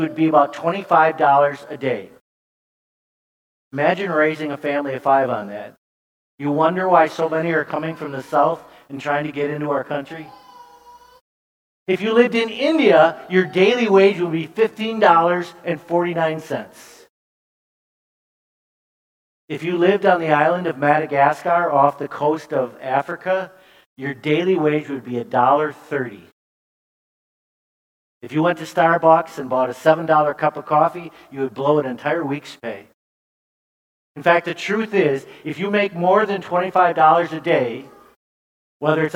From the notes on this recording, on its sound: preached this sermon at Bethany's Sunday worship on September 25, 2022